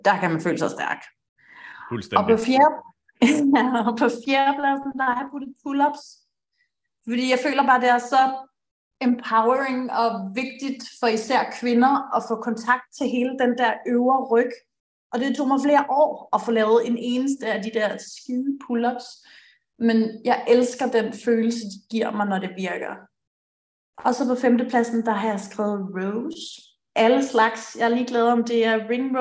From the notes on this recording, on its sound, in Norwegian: På forhånd beklager at lyden hakker en gang imellem under episoden